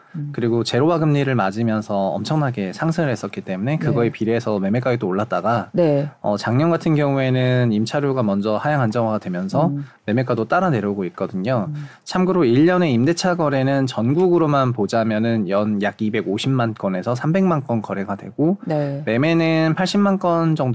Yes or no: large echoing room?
no